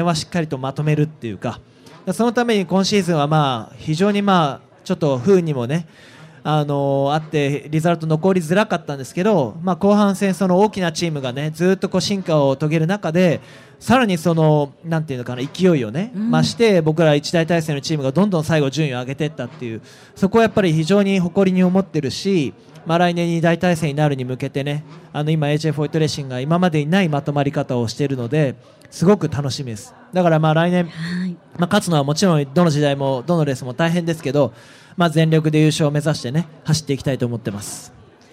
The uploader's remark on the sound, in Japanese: 今週はホンダレーシング・サンクスデーで行われた公開録音の模様をお届けしています。